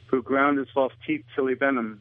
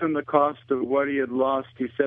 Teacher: One example is the dropped H in the pronouns his, him, and he.